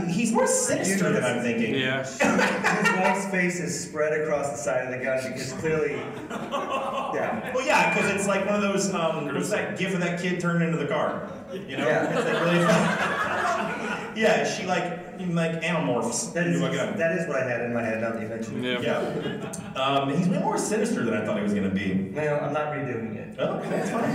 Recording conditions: live audience